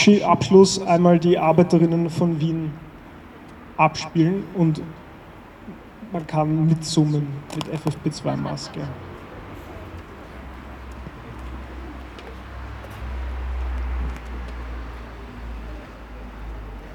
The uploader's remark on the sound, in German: O-Ton] Februargedenken am 20. 2. 2021 vor dem Goethehof in Wien-Kaisermühlen